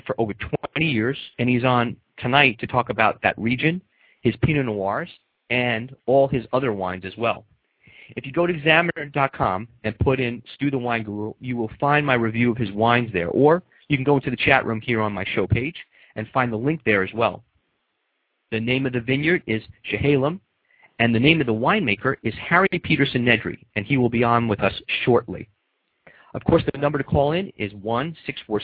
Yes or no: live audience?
no